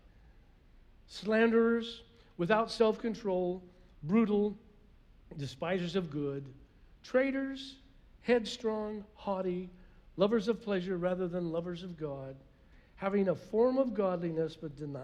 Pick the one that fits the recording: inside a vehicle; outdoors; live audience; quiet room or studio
live audience